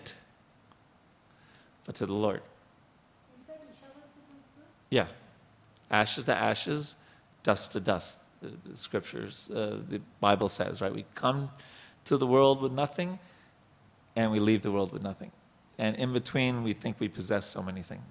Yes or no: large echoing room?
yes